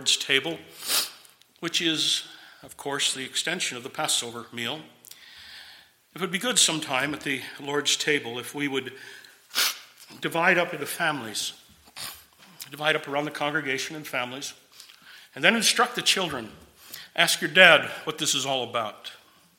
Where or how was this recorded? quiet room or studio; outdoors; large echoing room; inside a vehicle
large echoing room